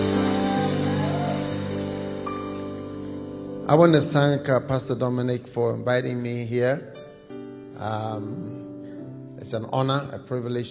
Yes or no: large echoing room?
yes